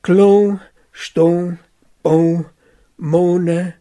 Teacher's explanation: Das heißt, die Hebung des A zu O vor Nasal kennen.